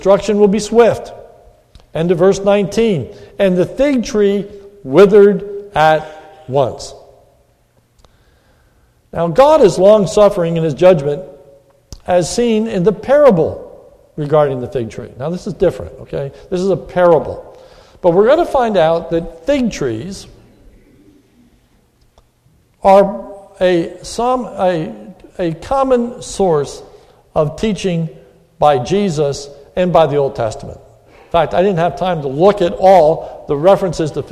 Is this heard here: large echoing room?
yes